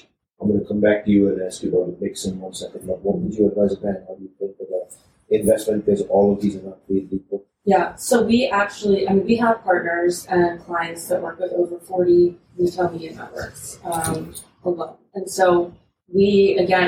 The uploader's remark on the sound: This episode was recorded in January at CES in Las Vegas, NV.